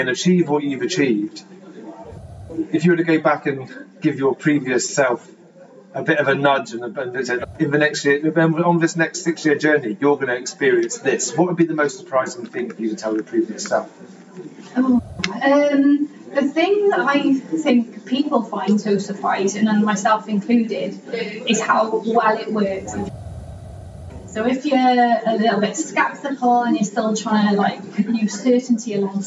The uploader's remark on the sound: Lean Agile Brighton 23 Talk In Ten. We find ourselves at Lean Agile Brighton 2023 interviewing world class Agilists getting their "Talks In Ten".